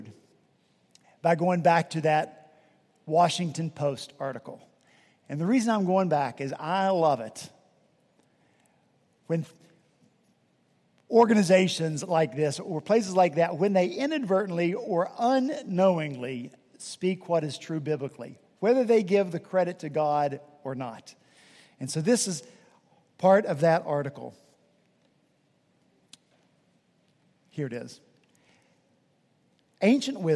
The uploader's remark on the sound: at Redeemer Presbyterian Church in Charleston, SC